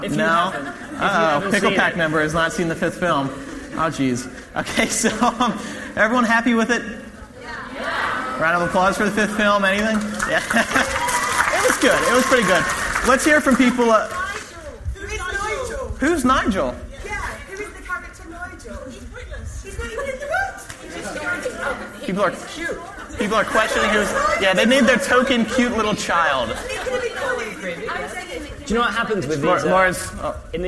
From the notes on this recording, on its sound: MuggleCast LIVE in London for the release of ‘Deathly Hallows’